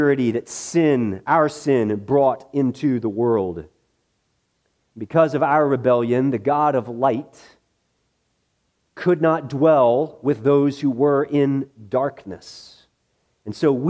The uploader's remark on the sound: This message was preached in the morning worship service at Bethany Baptist Church